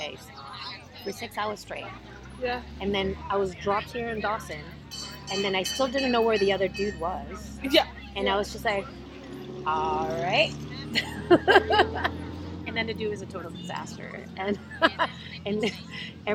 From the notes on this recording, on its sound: Recorded during the Riverside Arts Festival hosted by KIAC